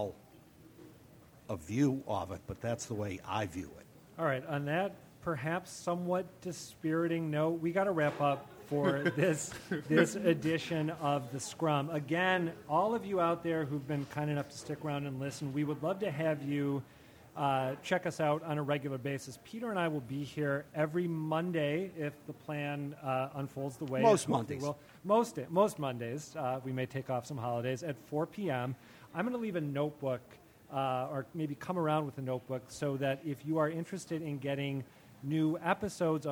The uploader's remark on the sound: A Debate On Charter Schools Live From The BPL.